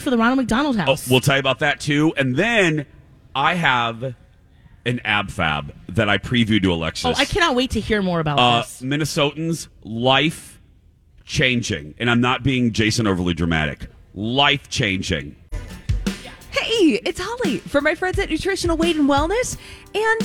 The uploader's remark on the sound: We're live at Junk Bonanza at Canterbury Park for a Santa Stop!